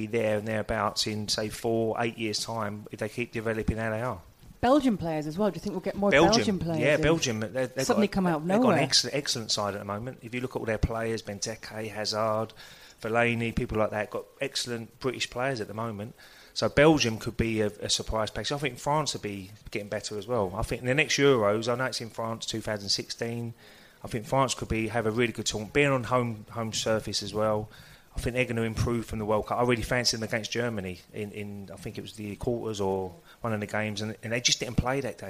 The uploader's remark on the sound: LIVE! Q&A. We took the show to another level with a live pubcast recently.